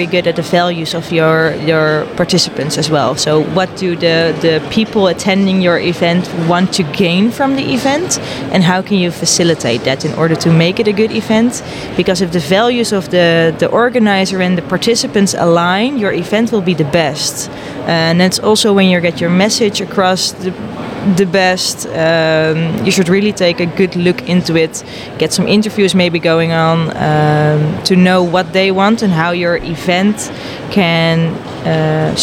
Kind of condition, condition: setting, busy venue